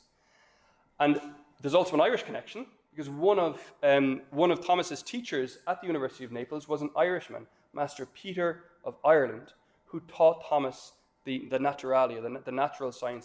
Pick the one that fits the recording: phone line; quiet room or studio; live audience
live audience